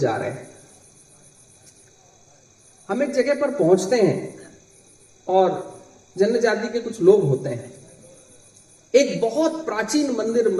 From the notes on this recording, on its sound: Over fifty people joined him as he headed out to discover the river's spectacular magnificence. While walking the 3000 kilometres of the Narmada Parikrama, from the biggest towns to the smallest villages.